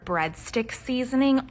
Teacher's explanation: Uptalk is when you come to the end of a sentence and instead of either remaining flat or lowering your pitch, you end up kind of rising pitch